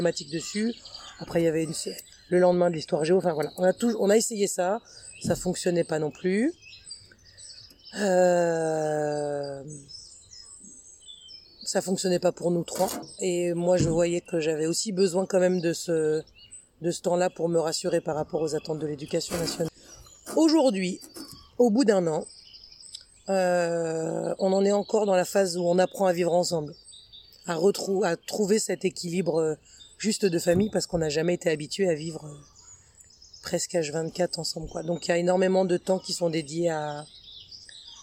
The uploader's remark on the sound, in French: Vous allez ainsi être accompagné par les oiseaux, les chants des coqs et autres bruits pendant tout l’épisode. J’espère que ça ne vous empêchera pas de comprendre notre échange.